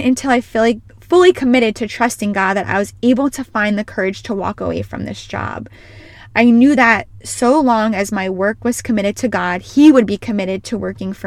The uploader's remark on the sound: She is recording from her car